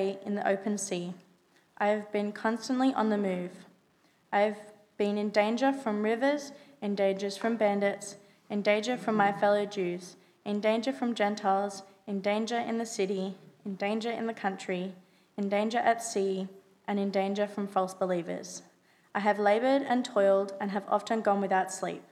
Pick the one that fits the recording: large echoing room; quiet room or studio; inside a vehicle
large echoing room